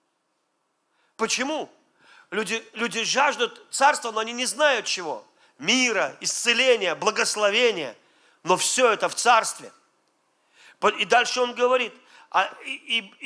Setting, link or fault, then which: setting, large echoing room